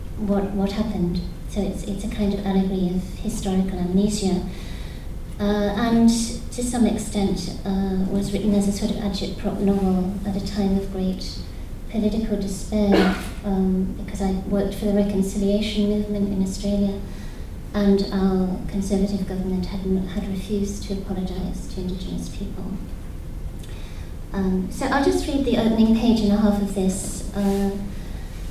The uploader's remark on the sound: Provocation at Worlds Literature Festival 2011. By National Centre for Writing.